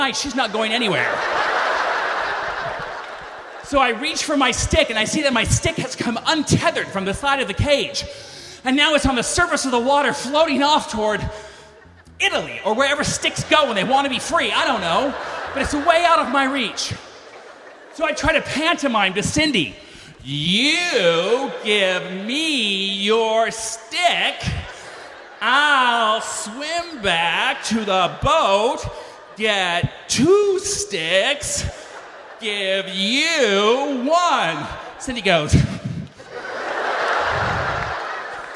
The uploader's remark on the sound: Lights up Snap LIVE in LA.